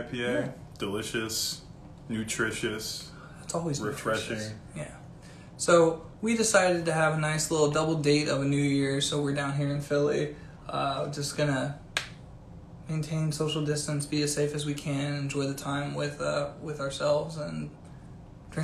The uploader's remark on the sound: Instagram Live